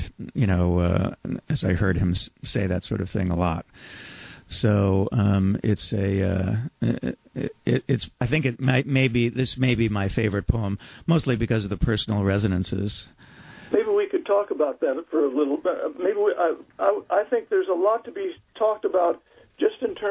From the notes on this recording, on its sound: we speak by telephone